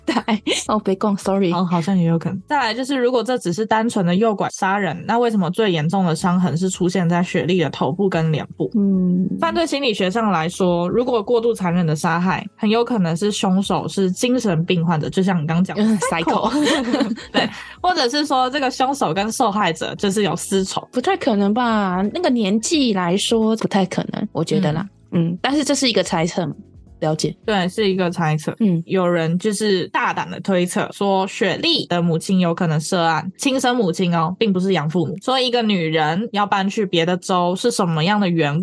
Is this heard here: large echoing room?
no